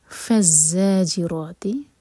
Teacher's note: نیکسٹ آیا فزاجراتی، زا پر buzzing sound, را ہیوی. فزاجراتی زجرا، جیم پر قلقلہ اور را دوہرے کا لمبا اور را ہیوی.